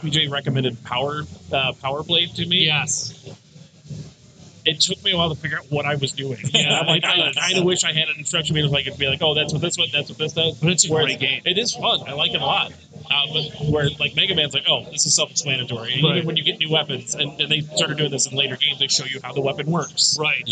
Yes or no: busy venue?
yes